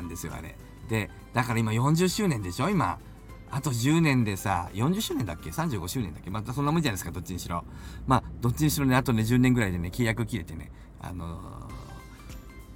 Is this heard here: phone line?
no